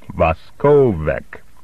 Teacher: The accent was on the second syllable, which has a long O